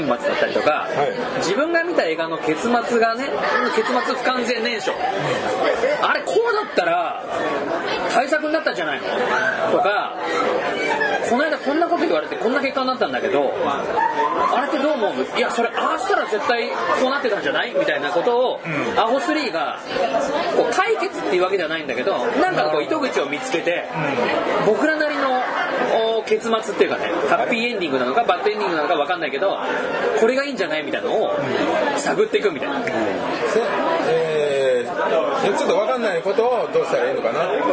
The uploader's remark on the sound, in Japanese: 前回に引き続き居酒屋収録です。